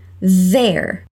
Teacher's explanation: É um TH vozeado, ou seja, ele produz uma vibraçãozinha na garganta. Você pode começar com o som de Z, assim.